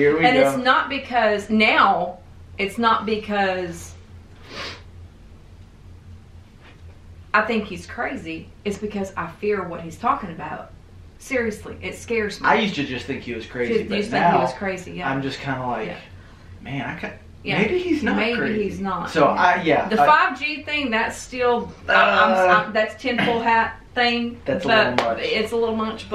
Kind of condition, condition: fault, poor microphone